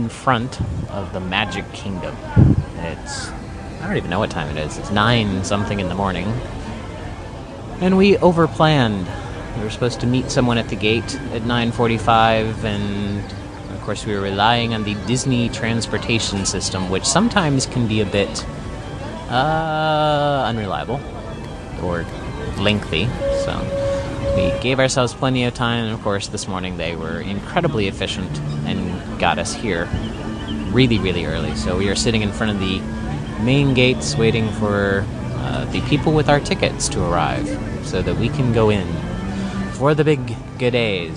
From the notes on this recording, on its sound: LIVE From Gay Days! Listen in as I chat with many of the podcasters at Gay Days at Disney!